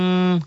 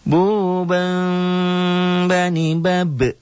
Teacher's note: Iklab itu bunyi M tapi samar.